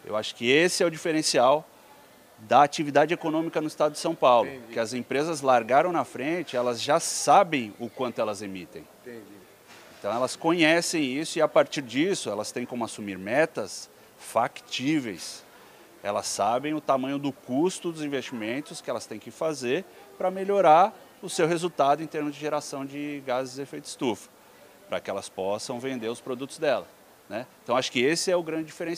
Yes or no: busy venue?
yes